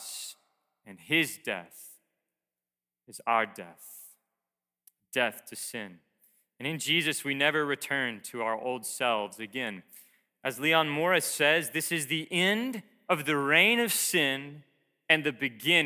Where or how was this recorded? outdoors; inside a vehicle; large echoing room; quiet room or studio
large echoing room